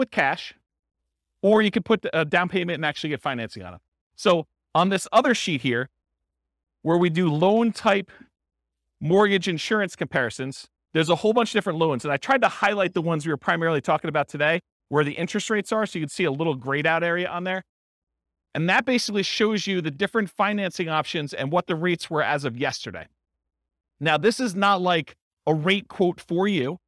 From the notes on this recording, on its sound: This was a live class recorded